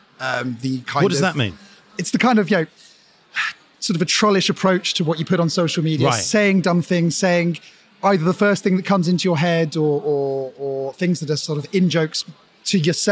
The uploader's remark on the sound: Recorded this very special live edition of The New Conspiracist at Web Summit 2022.